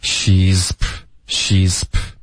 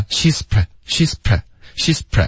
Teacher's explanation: she's 的这个 z 要一直持续到 p 的音出现 · Shown in: first take